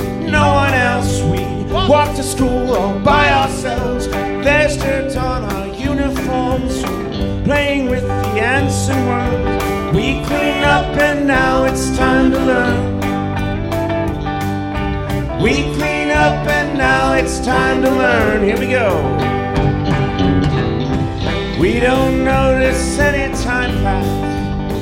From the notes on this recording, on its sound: Live at the Brooklyn Academy of Music. Answer live audience questions.